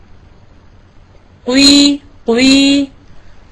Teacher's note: القاف هي مكسورة هكذا قيلة نعم ولكن أنا شو كيف سأنطقها أبدأ بضمة ثم أمر على كسرة كأنها هكذا قوي قوي تبدأين بضم الشفتين القاف المكسورة ما جاءت · Term: أشمام